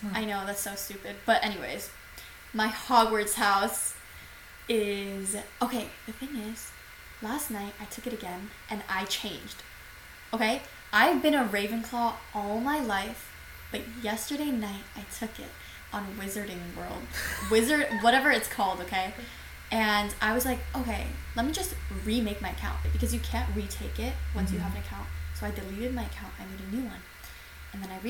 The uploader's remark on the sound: We promise the audio quality will be better next episode. Computer fan going off in the back.